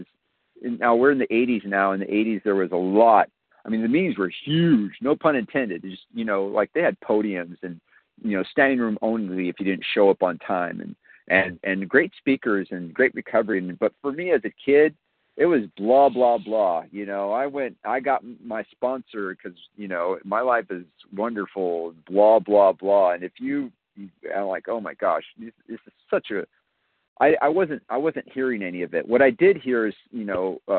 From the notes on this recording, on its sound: 100 Pounders Phone Meeting